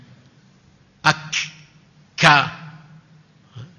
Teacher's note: Ujung lidah dan ka. Ini pertengahan lidah yang nanti menempel di langit-langit, di tengah-tengah langit-langit.